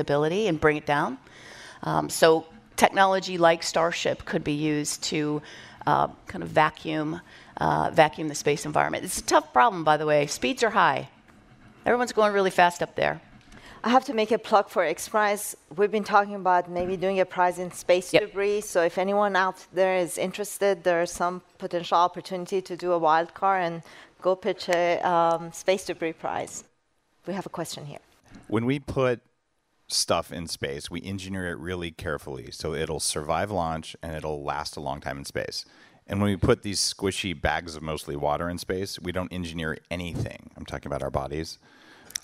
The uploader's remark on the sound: Recorded at Paramount Studios during XPRIZE Visioneering.